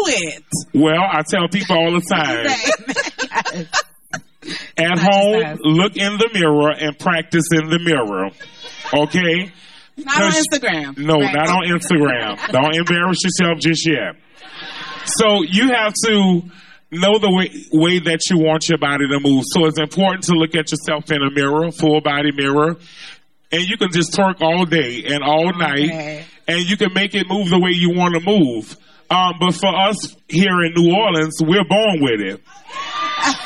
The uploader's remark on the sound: Podcast Live in NOLA